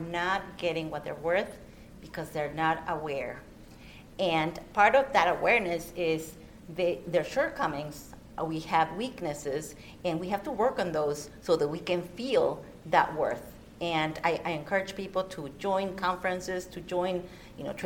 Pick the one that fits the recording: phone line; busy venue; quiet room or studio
busy venue